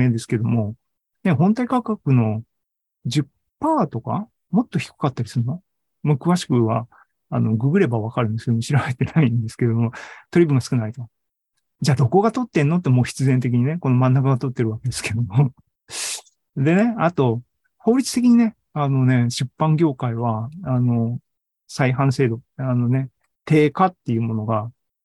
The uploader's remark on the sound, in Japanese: ２０２２年１０月２６日に開催した ZOOMライブの模様です